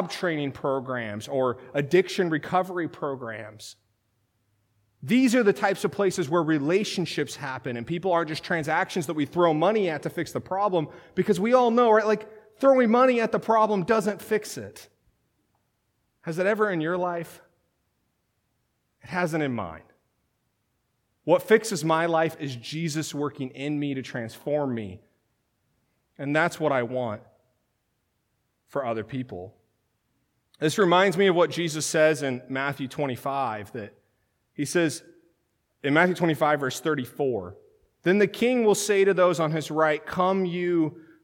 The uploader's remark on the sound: This sermon was originally delivered at Third Christian Reformed Church in Lynden, WA on March 31, 2019.